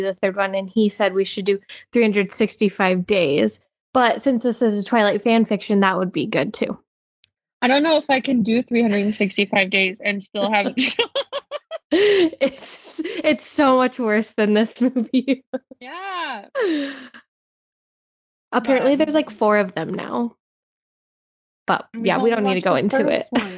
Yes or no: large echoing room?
no